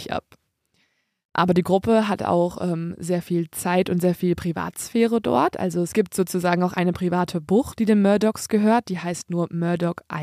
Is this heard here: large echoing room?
no